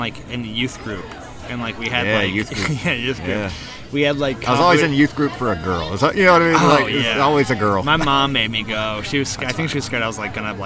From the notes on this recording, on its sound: Its another open air episode recorded in one shot at Village Pub & Beer Garden